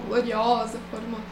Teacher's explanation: E no feminino tornou O por influência do A final, que é uma vogal aberta